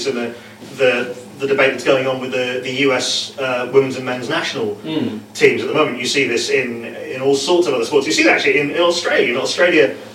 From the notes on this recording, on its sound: Live from the echo chamber! Literally - sorry for the less than optimal sound quality.